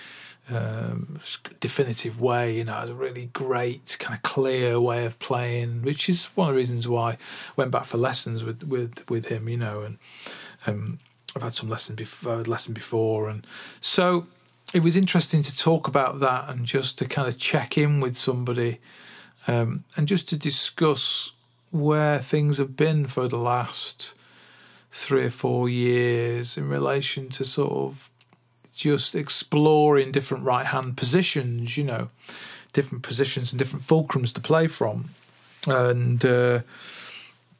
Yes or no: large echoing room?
no